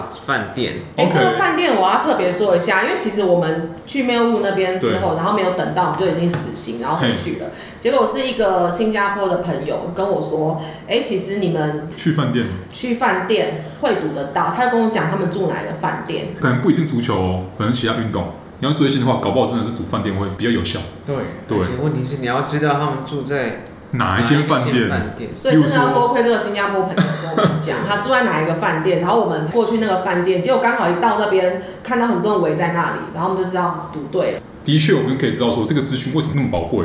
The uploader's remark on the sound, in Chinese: 台北東區酒吧內。錄音地點： Charlie's Sports Bar。